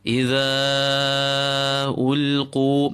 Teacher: In the word ulqu, the lam in the center should be kept empty. You are approaching it from a dhamma, u.